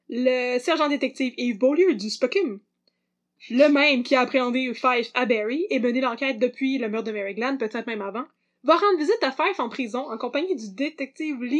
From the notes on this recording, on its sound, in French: La qualité audio de cet épisode n'était pas optimale